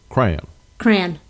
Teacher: Emphasis on the first syllable. So when you say crayon, it's almost like one syllable.